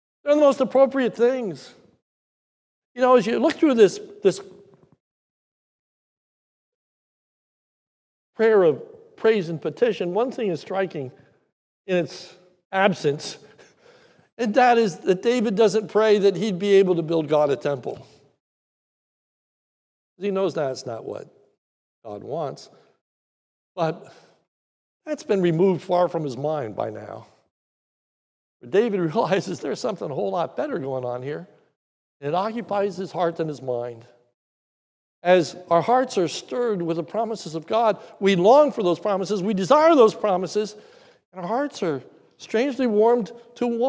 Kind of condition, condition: setting, large echoing room